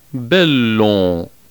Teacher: Final M is nasalized with the lips apart, M, and produces a nasalization of the preceding vowel, as in the Latin word for war, bellum.